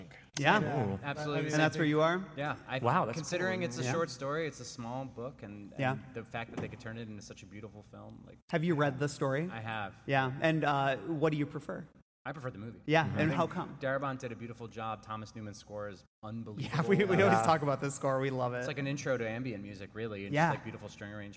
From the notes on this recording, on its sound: Live from Chicago's Music Box Theatre. This episode was recorded live at Chicago's Music Box Theatre during Greetings from Castle Rock: A Stephen King Film Festival.